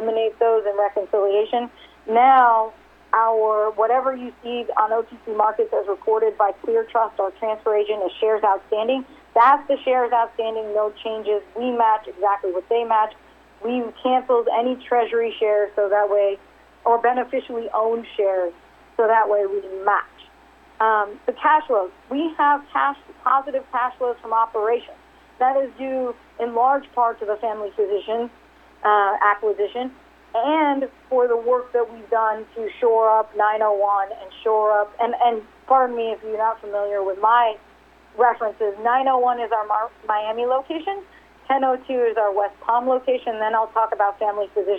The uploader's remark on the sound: RXMD 2019 3rd Quarterly Conference Call